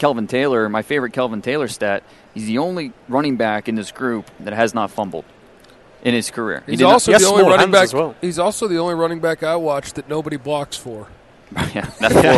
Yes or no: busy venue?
yes